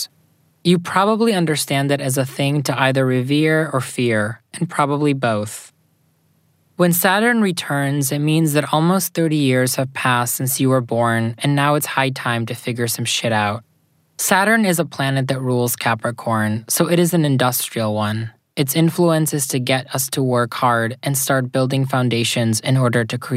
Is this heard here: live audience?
no